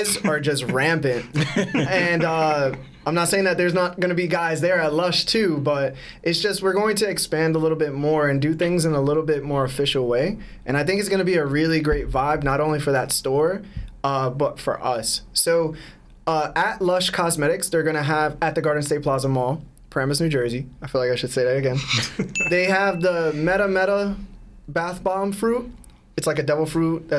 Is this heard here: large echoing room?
no